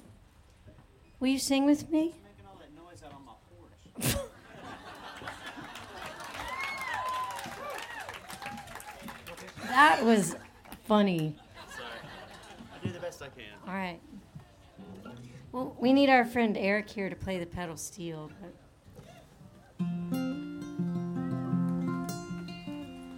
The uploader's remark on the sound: live on the Porch a stage at FloydFest 9 in 2010